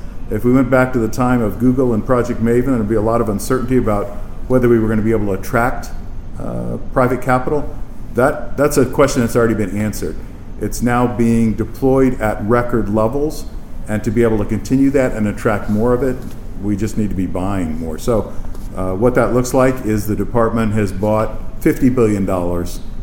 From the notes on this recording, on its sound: In this exclusive conversation on the sidelines of an event the Navy League’s Center for Maritime Strategy co-hosted in Arlington Tuesday.